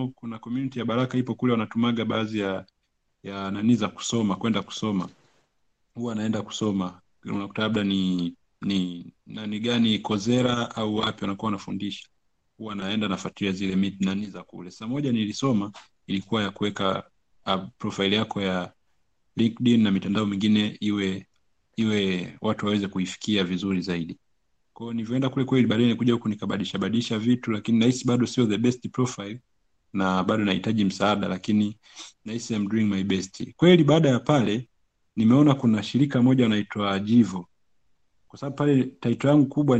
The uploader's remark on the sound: Live webinar